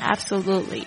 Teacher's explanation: 它的重音是在这个 lu 上面